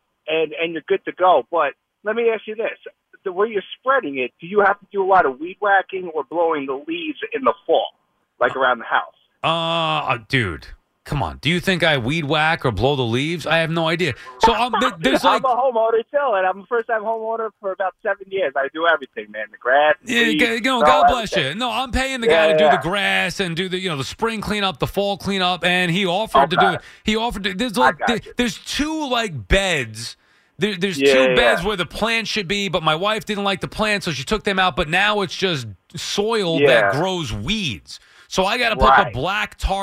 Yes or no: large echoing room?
no